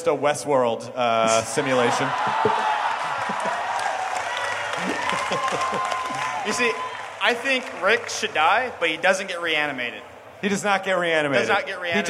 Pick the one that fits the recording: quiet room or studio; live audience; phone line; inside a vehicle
live audience